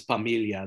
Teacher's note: Familia, family in Spanish, becomes familia. Those F's become P's in Tagalog.